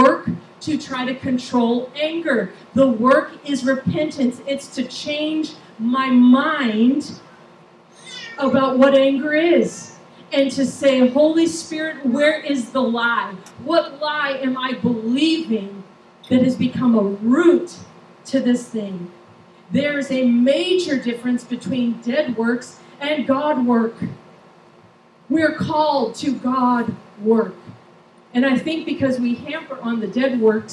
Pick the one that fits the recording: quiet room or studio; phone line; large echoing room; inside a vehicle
large echoing room